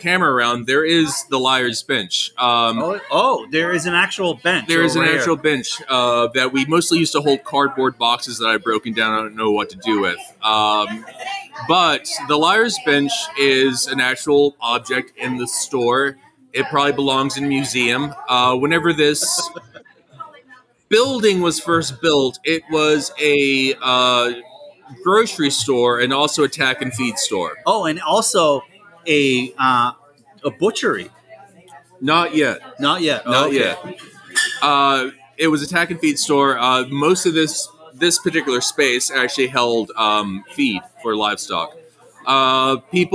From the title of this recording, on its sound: Half Live From Liars Bench